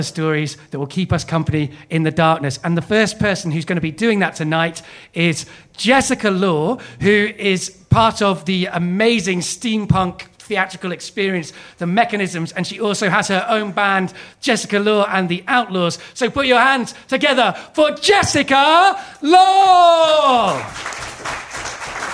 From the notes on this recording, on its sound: This week's episode is the first act of our Tragic Winter live show which took place at the Hackney Attic in February.